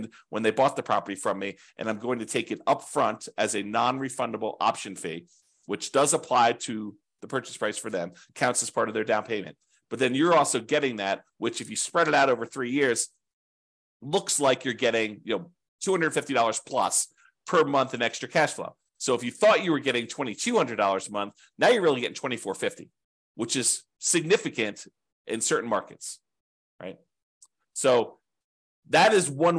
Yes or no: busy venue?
no